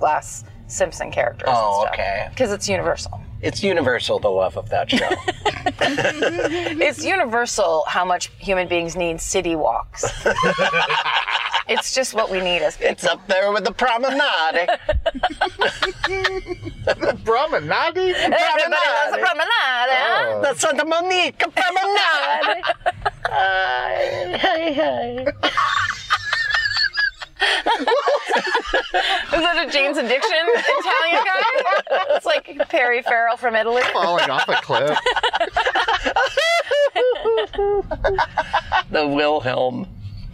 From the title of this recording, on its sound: In the Car